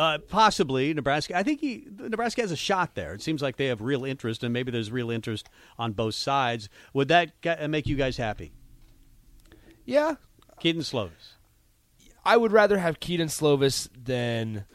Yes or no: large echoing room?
no